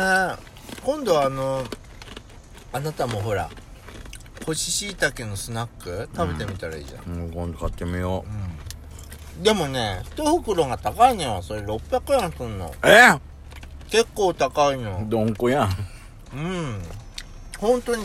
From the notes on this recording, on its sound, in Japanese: パーキング収録。